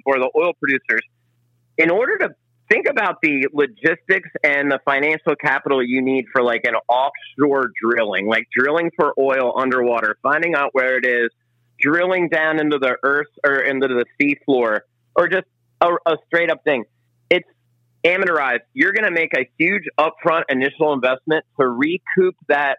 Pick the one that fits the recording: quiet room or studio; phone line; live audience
phone line